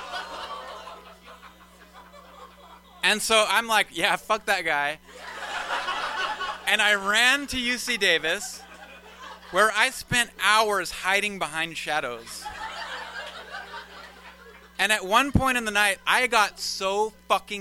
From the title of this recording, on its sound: LIVE SHOW